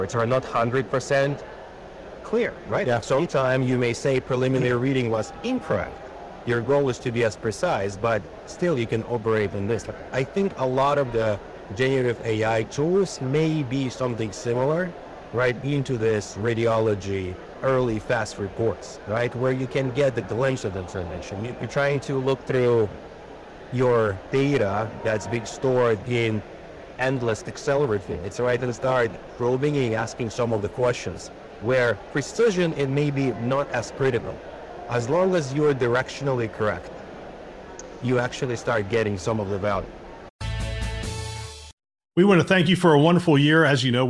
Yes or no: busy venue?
yes